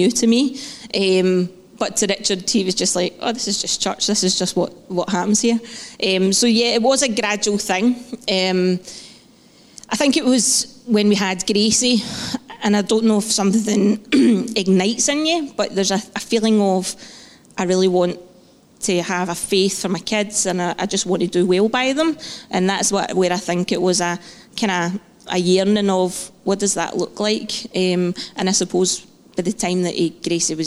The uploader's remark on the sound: Live podcast from Testimony Sunday.